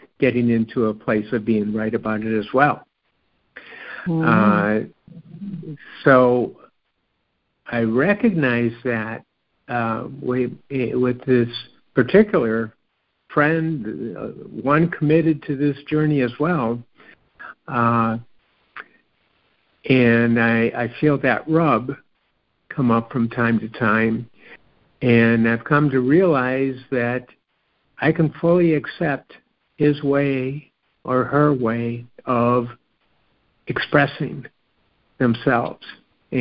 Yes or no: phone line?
yes